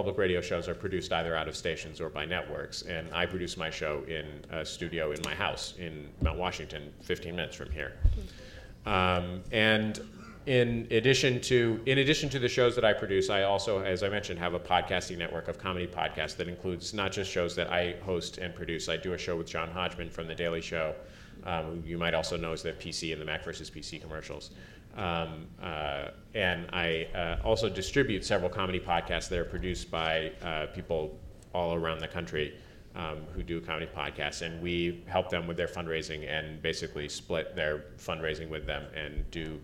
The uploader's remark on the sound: Panel at #Media99 Summit